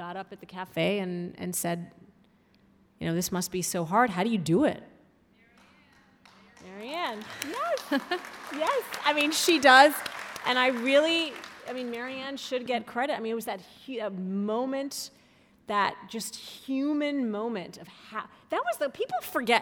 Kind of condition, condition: setting, live audience